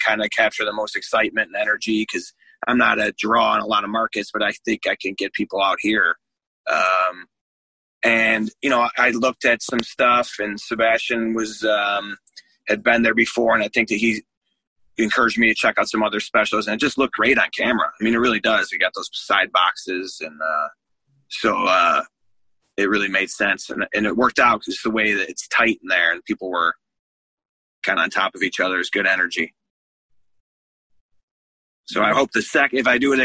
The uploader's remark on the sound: sat down with me on Zoom